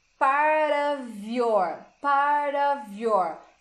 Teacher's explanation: esse F não tem som de F, é um som de V